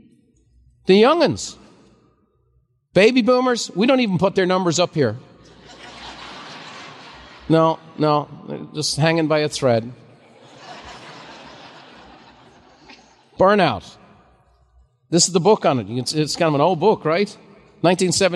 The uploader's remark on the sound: a special live recording